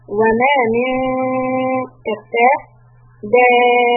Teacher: We are going to hold this mud fifth harakat because there is a shadda after the mud.